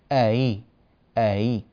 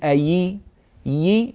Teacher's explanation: أ إي الهمزة الثانية هذه المكسورة، ما دامت مكسورة فأصل الكسرة هو الياء، فيسهلونها أي ينطقونها بين الهمزة وبين الياء · Shown in: first take